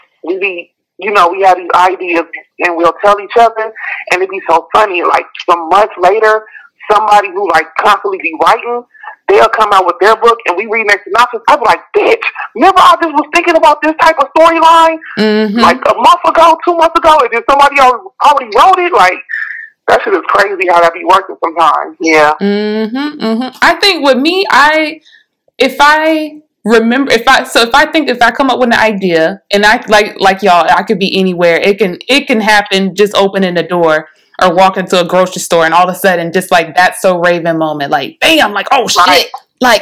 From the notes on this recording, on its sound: On the phone interviewing authors